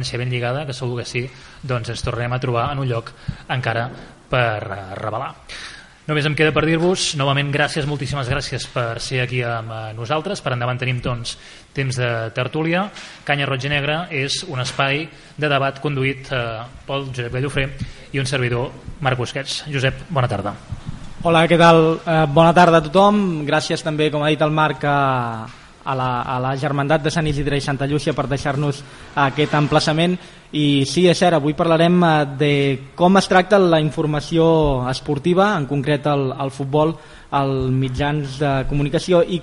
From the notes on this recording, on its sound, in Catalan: enregistrada a la Germandat de Sant Isidre i Santa Llúcia